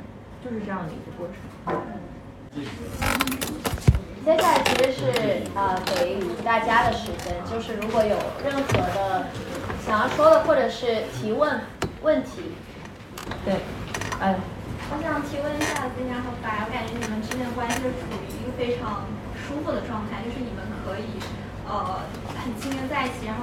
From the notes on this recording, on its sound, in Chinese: 来自上周末在长沙线下分享会的录音。